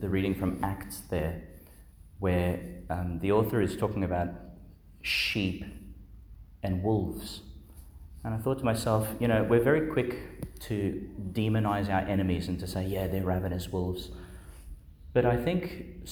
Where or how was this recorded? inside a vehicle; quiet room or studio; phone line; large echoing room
large echoing room